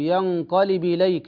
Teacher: تنقل الحركة إلى الباء في ينقلب، ينقلب إليك هكذا، تصير مكسورة، تصير مكسورة، ينقلب إليك من غير همزة.